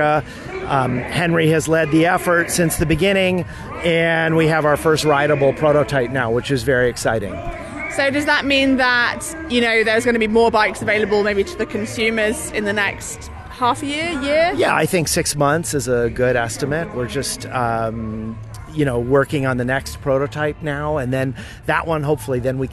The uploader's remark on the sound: The most important race in the region, the Tour de Lunsar. You’ll hear an incredible atmosphere from a race like no other as well as from the riders taking part.